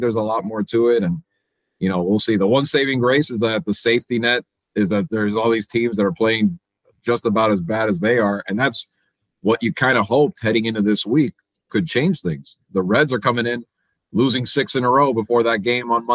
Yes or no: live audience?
no